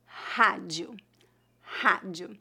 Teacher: a letra R em início de palavras deve ser pronunciada como a letra H do inglês e a letra A tem a pronúncia bem aberta